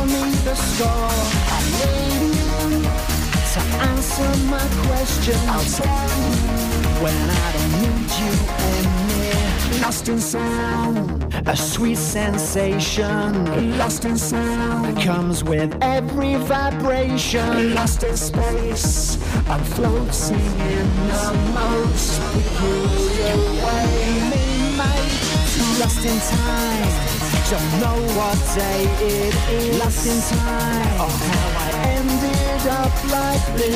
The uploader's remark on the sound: live coverage of Strawberry Fair’s annual battle of the bands, live from Cambridge Junction